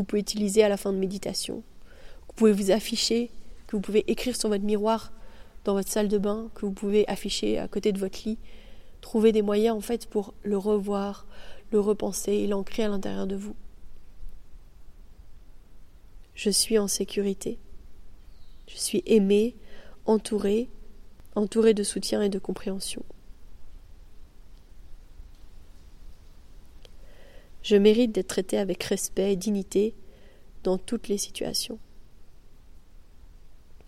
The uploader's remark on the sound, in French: Un épisode enregistré dans un cadre naturel exceptionnel, au Mexique.